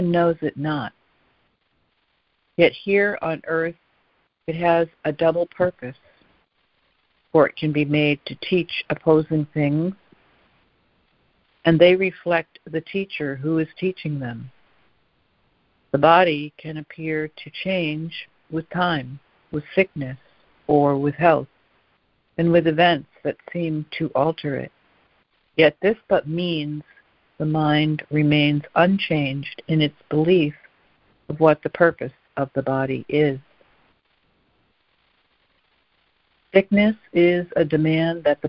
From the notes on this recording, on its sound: ACIM Daily Conference Call